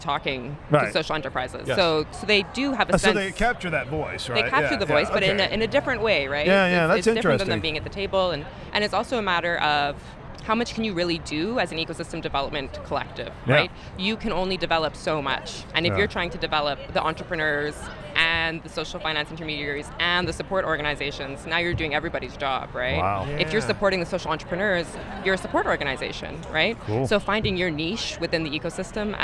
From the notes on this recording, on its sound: interviews recorded during an outdoor cocktail reception at the Social Entrepreneurship conference hosted by the USC's Marshall School of Business